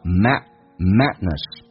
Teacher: 那么这个 D 是可以不用发出来的，在美式发音当中